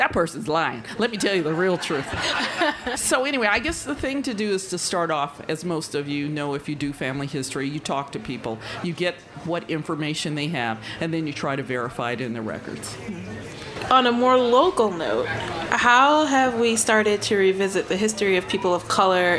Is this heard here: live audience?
yes